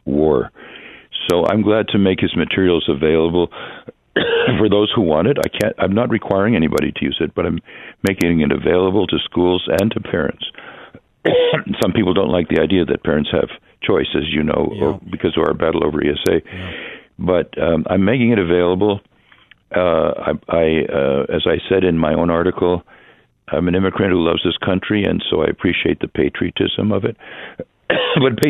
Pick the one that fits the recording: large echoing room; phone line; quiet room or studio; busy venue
phone line